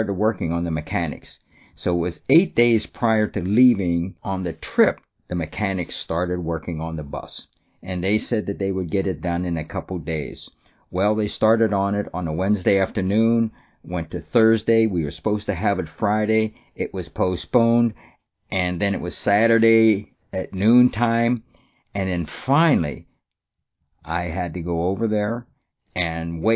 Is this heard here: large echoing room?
no